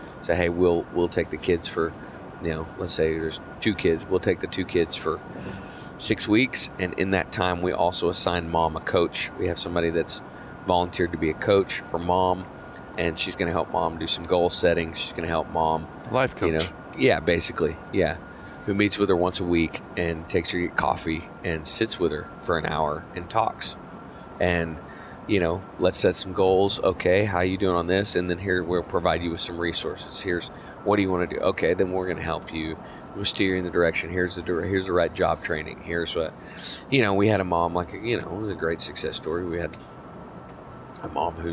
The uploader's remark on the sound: recorded this episode on our way back from his show at Betty Rose’s in Abilene, Texas